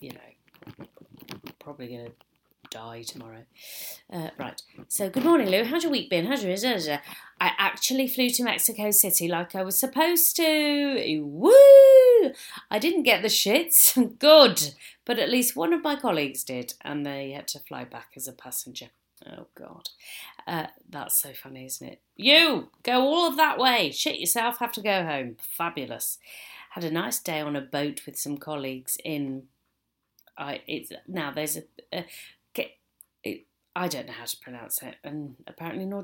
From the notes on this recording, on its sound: The quality of this recording was so bad. She did however manage to talk about her ghostly adventures, in Leeds, and that is probably the reason the recording was so bad.